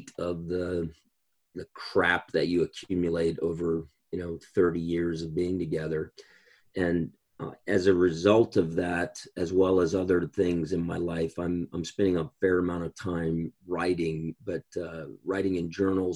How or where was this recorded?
video call